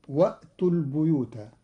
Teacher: قرأ قالون كلمة البيوت بكسر الباء لأن بعدها ياء، والكسر من جنس الياء.